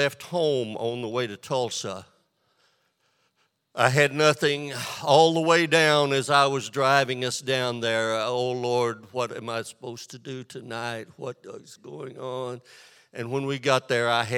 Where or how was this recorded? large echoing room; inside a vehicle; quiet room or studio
large echoing room